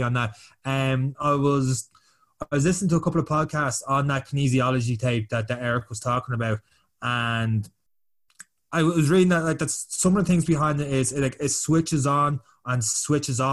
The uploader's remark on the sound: The lads are connected through Zoom.